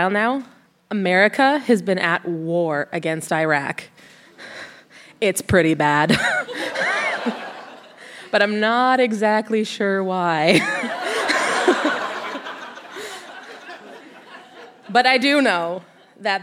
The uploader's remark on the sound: Recorded live at the Park Theatre in Winnipeg, MB.